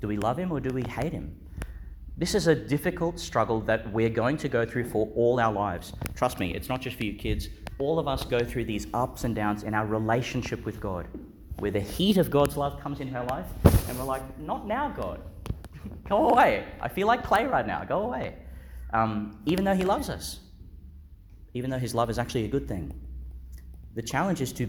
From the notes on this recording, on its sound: Delivered in Our Lady Star of the Sea Church, Gladstone, Qld. Joined by some of our primary school children.